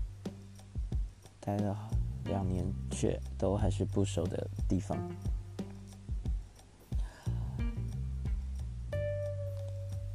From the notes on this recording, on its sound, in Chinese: 錄音設備尚未完善，只能使用earbuds 來做錄製，音質表現還請見諒。